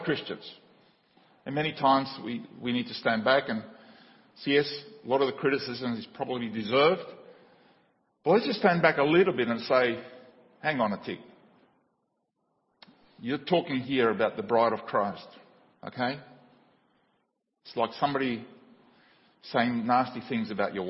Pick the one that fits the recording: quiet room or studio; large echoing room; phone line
large echoing room